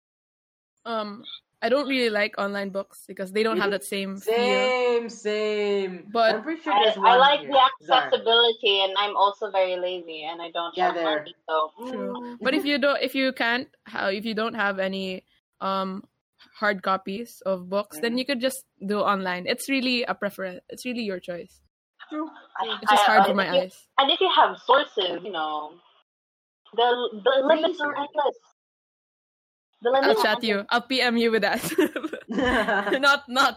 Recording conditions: poor sound quality